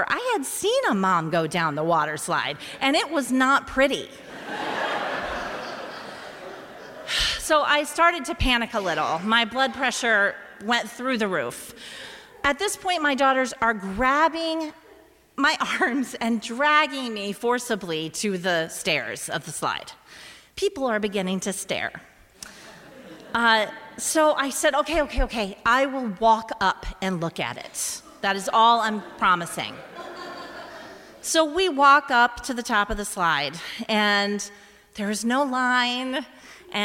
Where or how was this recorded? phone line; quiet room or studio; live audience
live audience